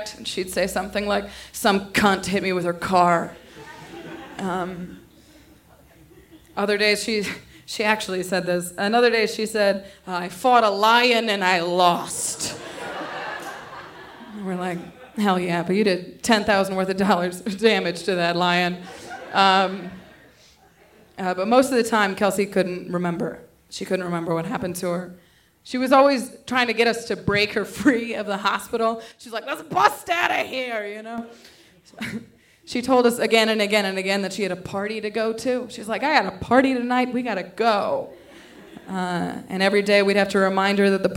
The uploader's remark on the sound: This story was originally recorded on 20 July 2016 at Buntport Theater in Denver, Colorado. The theme of the evening was “Pop!”.